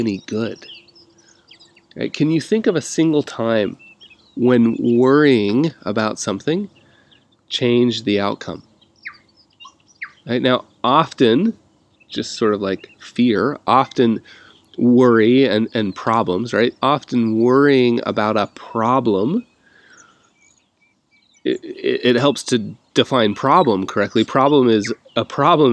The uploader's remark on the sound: literally, lots of birds singing in the background on this recording